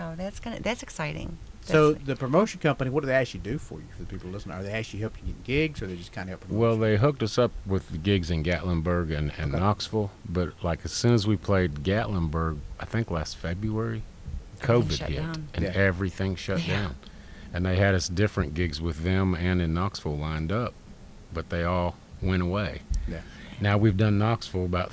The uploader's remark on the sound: live from "The Bird's Nest"